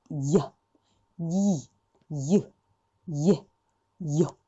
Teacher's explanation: 日本人の感覚からすると、手前にいが入った感じ · Term: J の発音